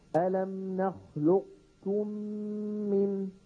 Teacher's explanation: أن نطبق على قاف ونفتح على كاف، ألم نخلقكم من، نخلق لقت يعني على قاف من غير قلقلة.